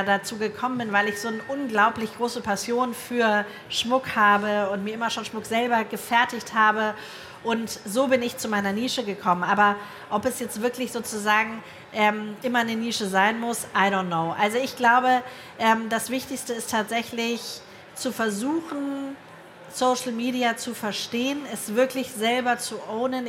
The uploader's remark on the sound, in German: In einem Live-Podcast im Rahmen der K5 Konferenz 2023